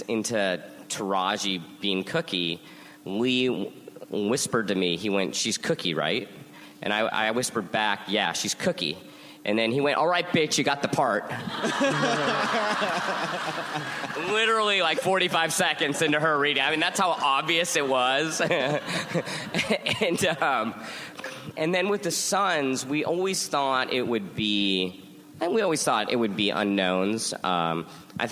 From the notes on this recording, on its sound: Recorded at ATX Television Fest in June 2015.